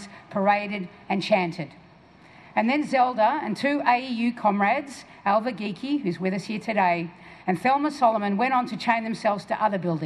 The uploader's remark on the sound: We go outside Victoria Trades Hall. With a very large crowd of people gathered for the unveiling of the workers' hero Zelda D’prano.